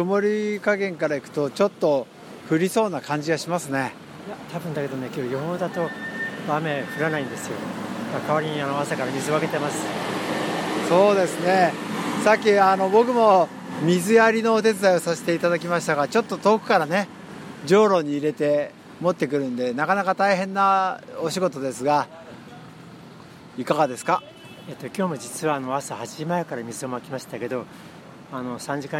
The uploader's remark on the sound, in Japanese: 現場国立駅前ロータリーから